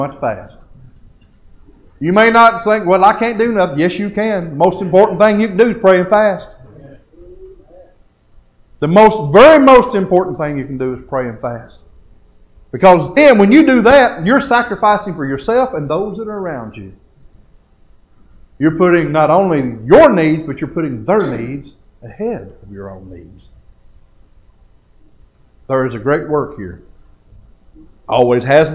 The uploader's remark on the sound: Podcast Recorded Live From The Worship Services Of The Stanton First Church of God in Stanton, Kentucky.